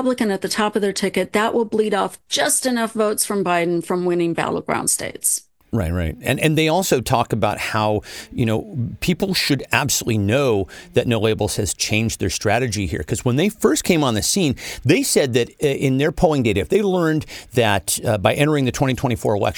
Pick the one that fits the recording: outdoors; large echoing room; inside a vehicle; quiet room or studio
quiet room or studio